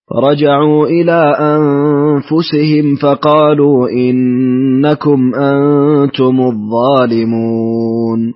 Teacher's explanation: قصرت المدود منفصلة، أسكنت ميم الجمع